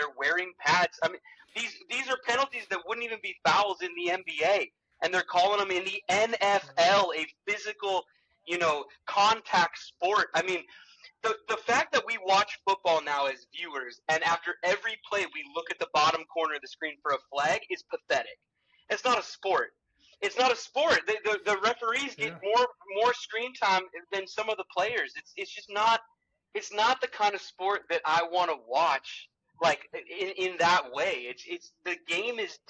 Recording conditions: poor sound quality